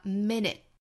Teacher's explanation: minute 尾部的这个 t 的发音在美音之中倾向于憋掉哈，也就是在尾部这个 t 又不爆破了